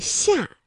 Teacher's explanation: 舌面啊是贴近硬腭来发音的